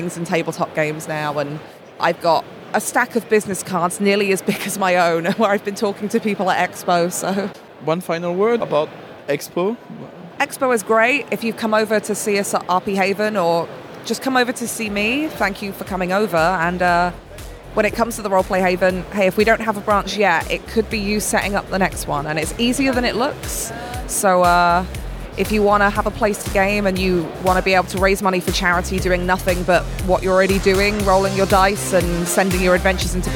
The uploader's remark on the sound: Here's the third and last part of our episode recorded at UK Games Expo.